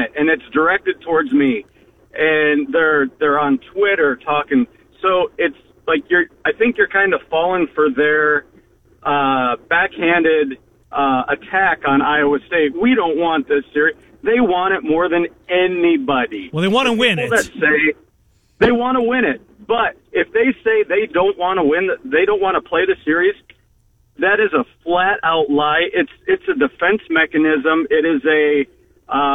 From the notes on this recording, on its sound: Cy-Hawk week talk & phone calls.